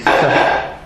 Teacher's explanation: in Lita, Lithuanians don't pronounce a shin. They say, instead of shah, they say sah.